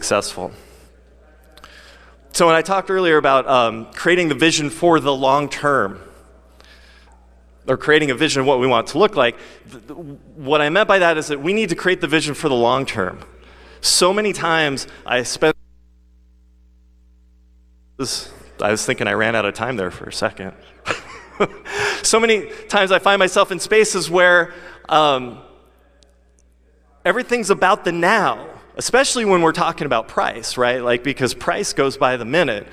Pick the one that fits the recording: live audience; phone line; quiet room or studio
live audience